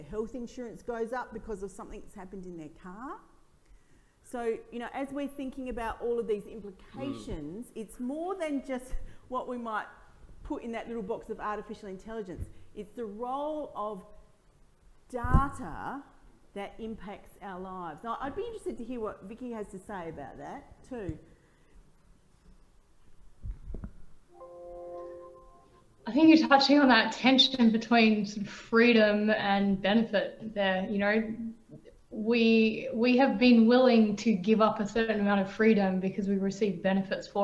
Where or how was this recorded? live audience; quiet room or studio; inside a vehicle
live audience